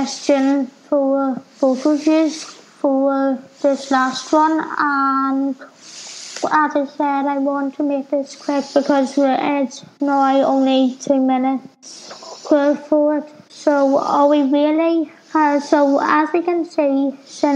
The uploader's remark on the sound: This is a radio package I made while studying Radio in my first year of an HND in Broadcast Journalism at the Belfast Met. The audio isn’t as good as it would be now.